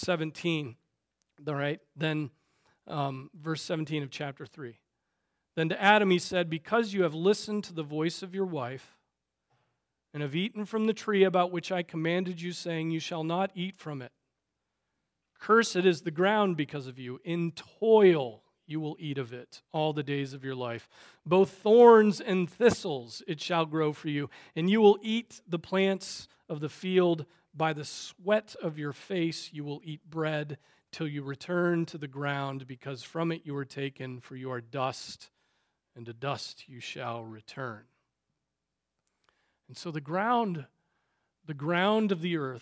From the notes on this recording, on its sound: Preached on March 3, 2024 at Trinity Presbyterian Church ( Evangel Presbytery ) in Spartanburg, SC.